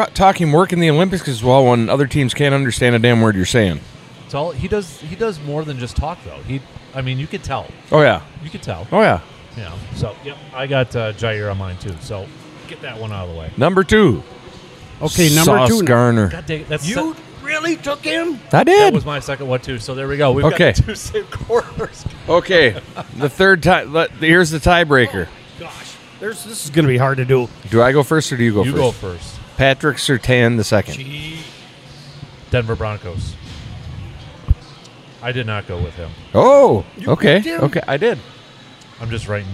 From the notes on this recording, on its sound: Record live from Hy-Vee for the release of Man Cave Light in 4-packs!